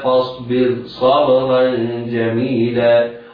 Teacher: الراء في كلمة فاصبر مرققة رغم وقوع حرف الاستعلاء بعدها ولكنه في كلمة أخرى. إذن هناك فرق بين وقوع حرف الاستعلاء بعد الراء الساكنة التي يتوفر فيها شروط الترقيق إذا كانت وسط الكلمة، وبين والراء الساكنة إذا كانت في طرف الكلمة.